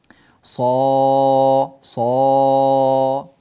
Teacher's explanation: امتلأ الفم بصدى الحرف لأن الهواء ينضغط إلى أعلى الحنك، الهواء الخارج من الفم يتجه ضغطه إلى أعلى الفم فيسبب صدى. · Term: التفخيم